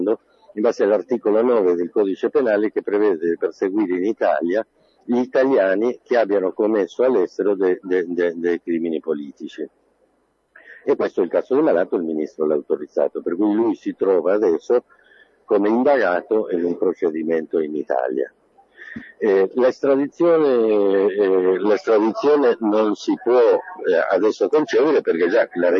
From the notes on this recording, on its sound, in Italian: Lo racconta al telefono dalla Capitale